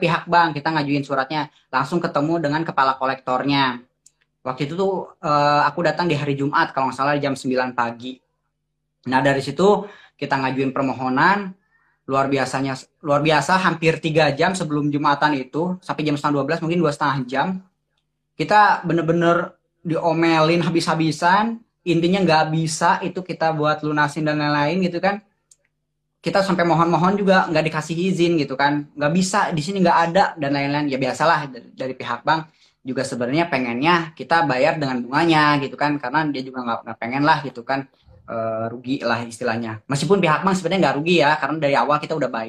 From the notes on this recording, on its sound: via IG Live